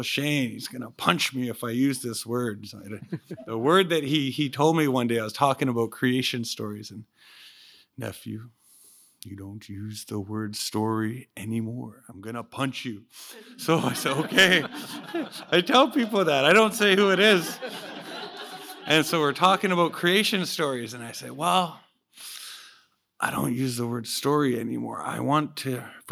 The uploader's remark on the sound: This part 2 of 2 episode special is a release from the Teachings in the Air season 6 launch event which was held live in Vancouver, BC. In this special recorded from the live event. Had witnesses on stage to listen to his presentation and absorb some teachings.